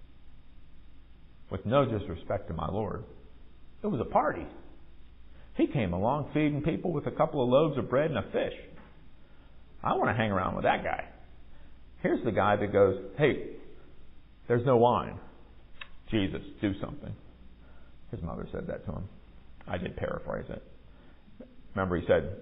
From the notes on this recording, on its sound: Recorded at MPPC on Sunday, July 9, 2023, during worship.